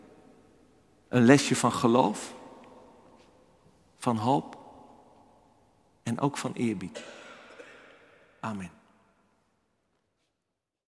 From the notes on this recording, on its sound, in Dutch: Opgenomen op 14 januari 2024 in de Noorderkerk te Amsterdam